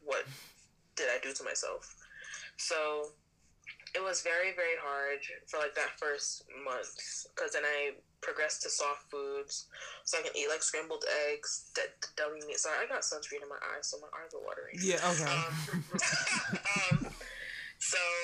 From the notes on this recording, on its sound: Sorry about the sound